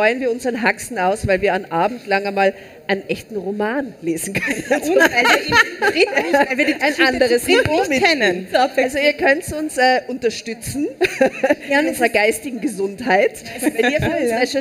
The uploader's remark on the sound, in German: Live-Special vom Ö3-Podcastfestival